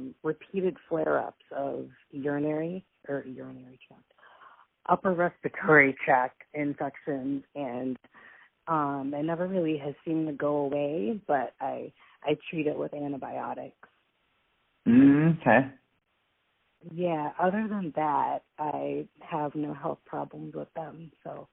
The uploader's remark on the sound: We recorded this episode via a phone call so i apologize for the sub par audio quality.